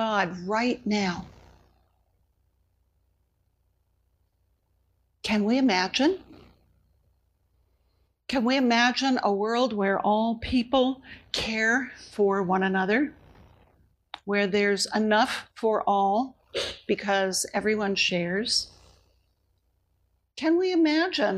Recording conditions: large echoing room